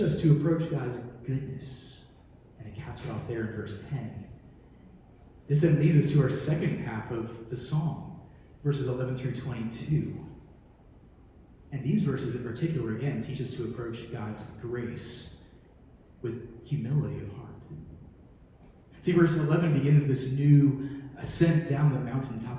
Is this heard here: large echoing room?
yes